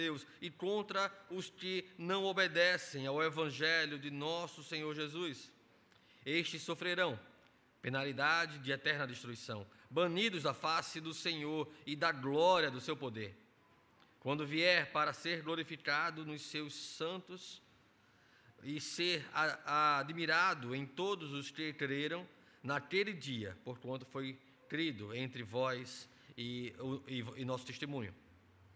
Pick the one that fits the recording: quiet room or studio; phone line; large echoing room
large echoing room